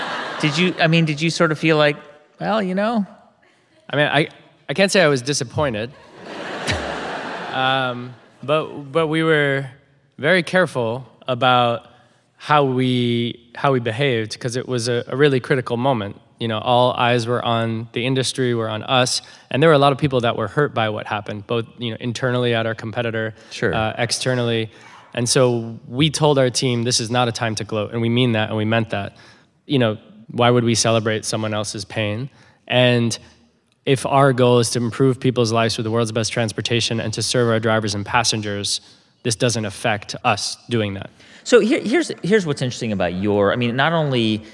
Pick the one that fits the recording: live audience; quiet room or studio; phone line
live audience